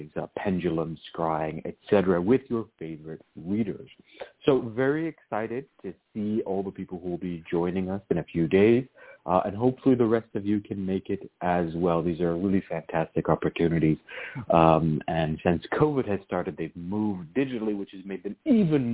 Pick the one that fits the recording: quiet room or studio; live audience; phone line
phone line